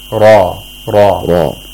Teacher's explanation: There's no pharyngealization. We only have velarization. · Term: tafkhim